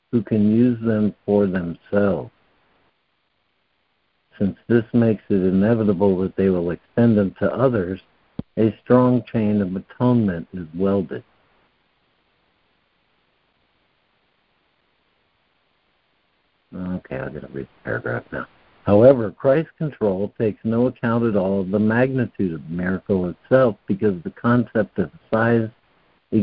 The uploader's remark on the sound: ACIM Daily Conference Call.